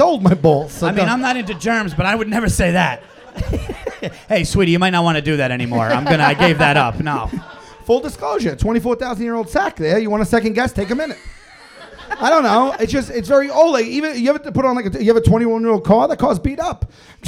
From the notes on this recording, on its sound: Live At Gotham. LIVE FROM GOTHAM COMEDY CLUB.